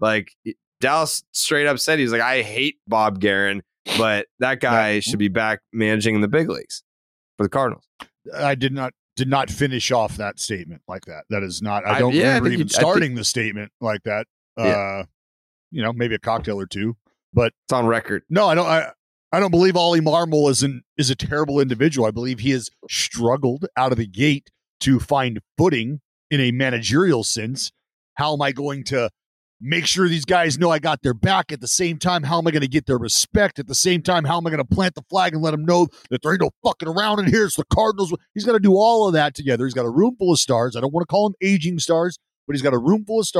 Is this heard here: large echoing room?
no